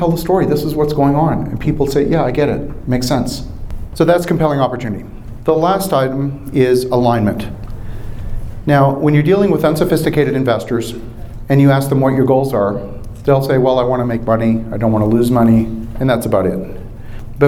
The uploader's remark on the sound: Live From the Raising Money Summit